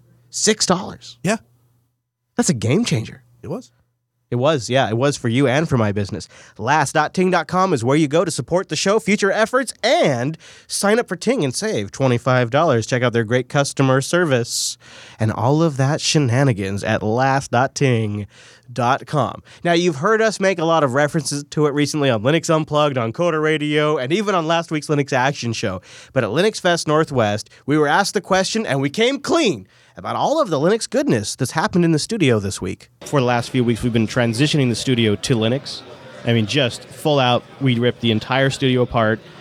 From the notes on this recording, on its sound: Audience questions & more, all live from the floor of LinuxFest Northwest 2017.